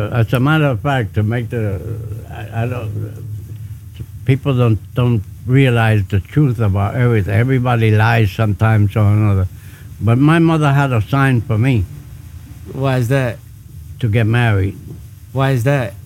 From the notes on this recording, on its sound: Over the holiday break I set up the podcast in the backyard just like we would normally do without the microphones, and let the conversation flow.